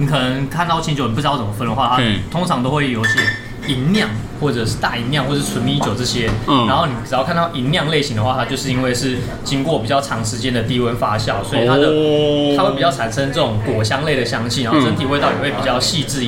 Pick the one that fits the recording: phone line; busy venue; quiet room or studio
busy venue